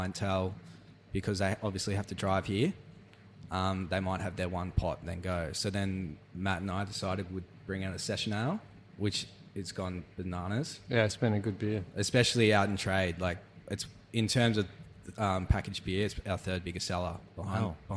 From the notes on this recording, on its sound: The episode was recorded at on site at the brewery in Fingal, Victoria.